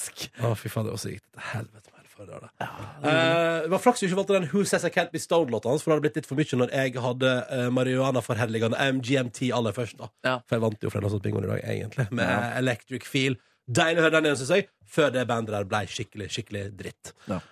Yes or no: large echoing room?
no